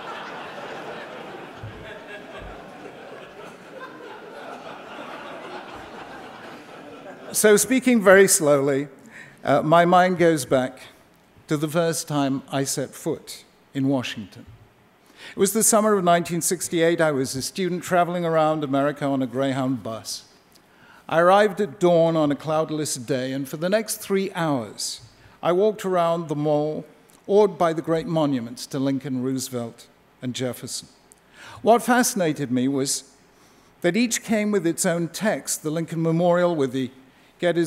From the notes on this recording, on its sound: at a ceremony in Washington DC